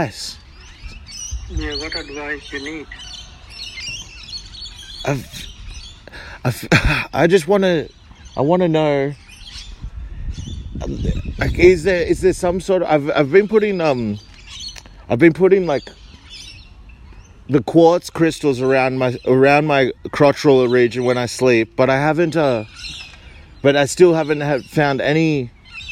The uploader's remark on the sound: Disregard the outdoor audio.